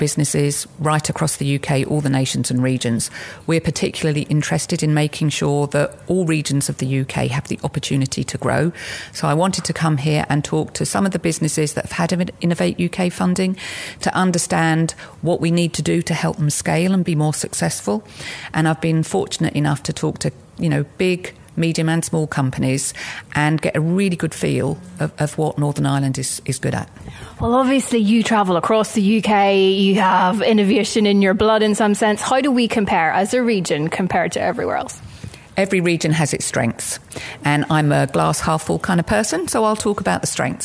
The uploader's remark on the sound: We caught up with her at the Women in Business conference in Belfast.